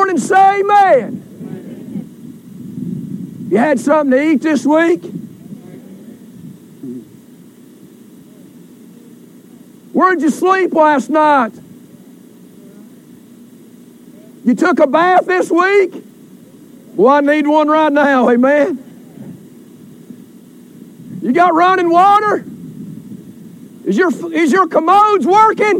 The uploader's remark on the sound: Recorded during Family Day outdoor service